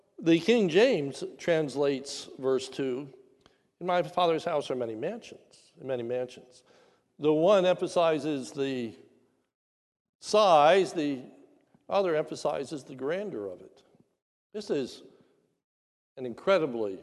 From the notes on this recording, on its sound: This is a sermon recorded at the Lebanon Bible Fellowship Church in Lebanon, PA. During the Maundy Thursday Service.